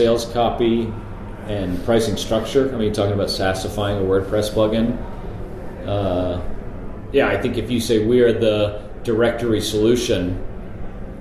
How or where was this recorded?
busy venue